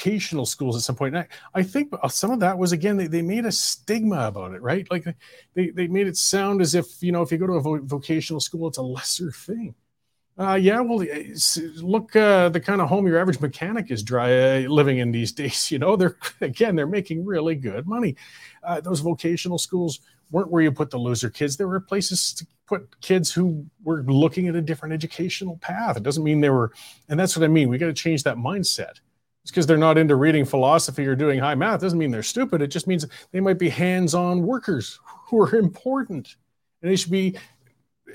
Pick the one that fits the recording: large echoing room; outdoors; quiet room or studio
quiet room or studio